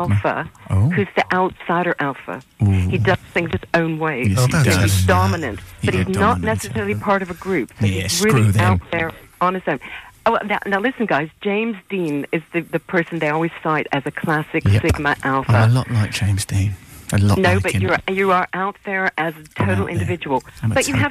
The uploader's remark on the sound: On the phone all the way from America.